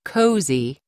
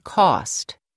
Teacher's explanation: Closed O as in cozy and open O as in cost.